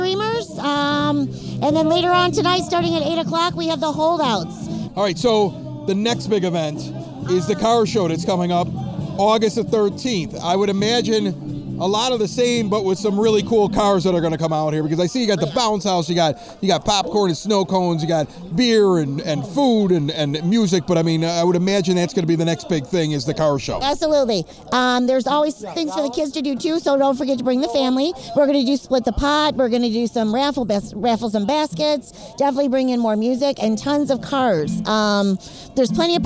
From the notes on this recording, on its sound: We are also at Music Fest this past weekend listening to live bands and hanging with neighbors in Evergreen Park